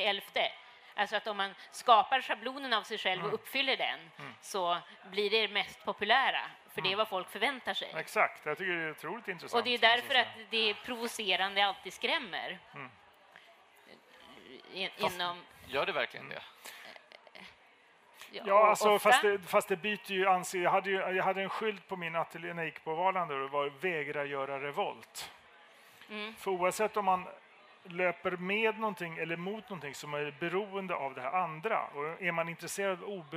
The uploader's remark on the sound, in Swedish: För första gången spelades Mellan Scylla och Charybdis in live inför publik, på Kulturhuset i Stockholm.